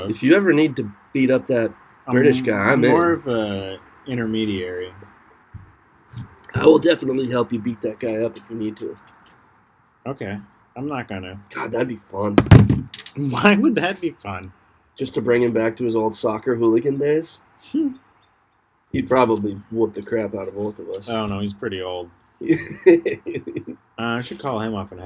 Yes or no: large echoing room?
no